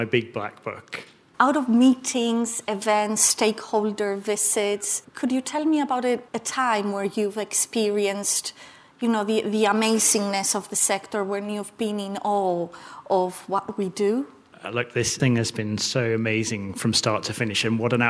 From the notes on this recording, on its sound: Live from Spotlight with OWGP. Our first live podcast. Live at the first UK Offshore Wind Supply Chain Spotlight event at the Queen Elizabeth II Conference Centre in London.